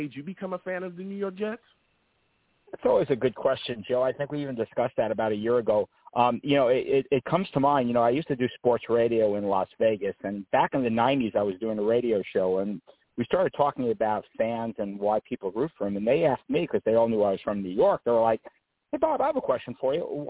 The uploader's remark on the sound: Tonight, live at 7pm eastern I’ll be discussing Jets defensive line! I also take live callers!